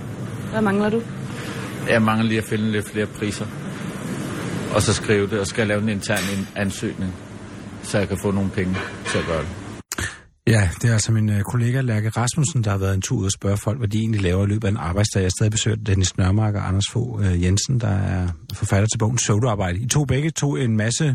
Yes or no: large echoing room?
no